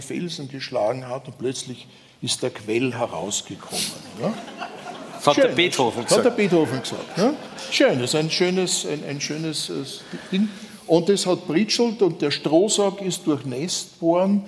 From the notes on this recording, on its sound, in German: Live aus dem Wiener Stadtsaal. Im ausverkauften Wiener Stadtsaal aufgenommen.